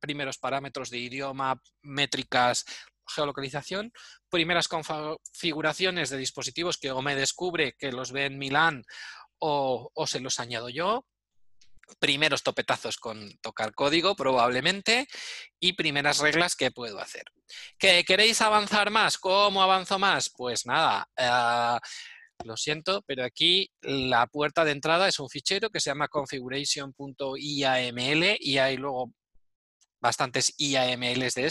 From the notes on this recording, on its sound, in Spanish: Audio del Webinar que grabamos el martes 21 de abril de 2020. Audio del Webinar que grabamos el martes 21 de abril de 2020.